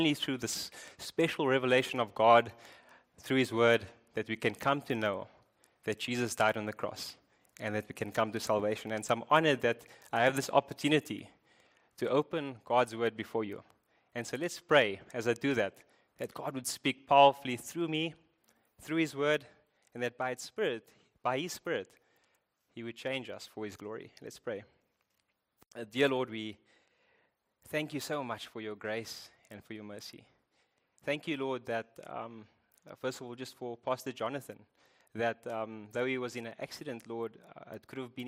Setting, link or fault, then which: setting, large echoing room